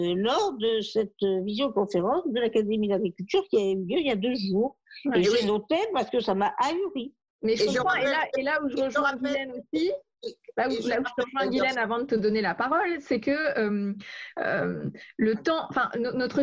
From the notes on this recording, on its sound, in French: Mais en raison du confinement, cet épisode a été enregistré en visioconférence, chacun chez soi.